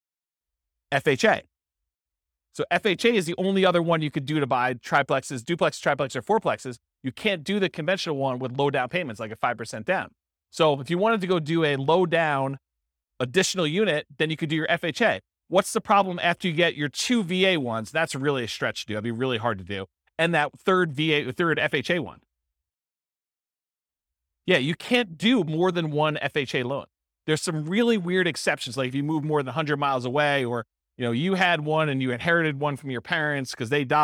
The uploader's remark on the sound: This was a live class recorded